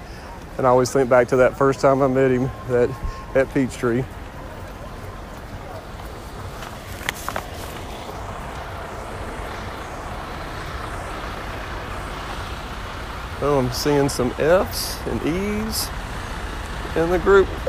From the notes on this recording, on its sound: LIVE from the 2022 Peachtree Road Race. I had to walk the race this year due to an injury so I decided to record the race.